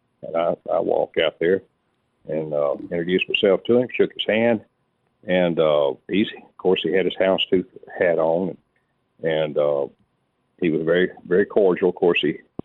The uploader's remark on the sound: take more of your phone calls